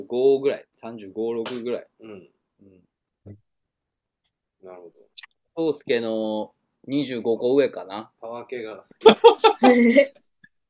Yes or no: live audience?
no